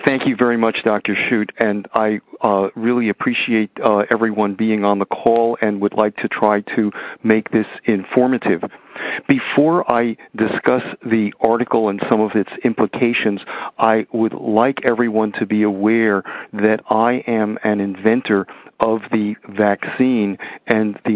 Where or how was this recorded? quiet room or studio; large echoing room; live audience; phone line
phone line